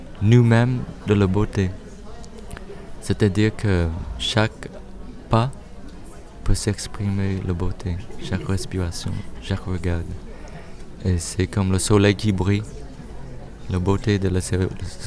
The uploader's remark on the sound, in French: En Direct Du Forum A Ciel Ouvert. PODCAST des entretiens exclusifs enregistrés au FORUM A CIEL OUVERT.